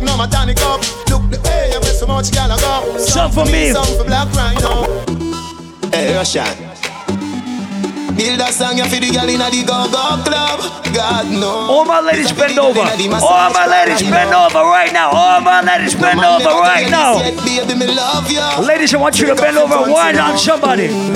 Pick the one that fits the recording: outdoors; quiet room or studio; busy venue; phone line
busy venue